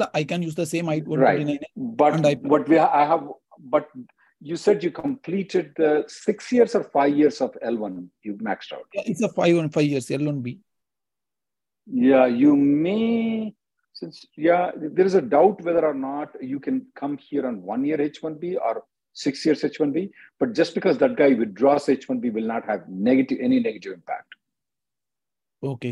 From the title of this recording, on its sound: Conference Call Jul 25th 2023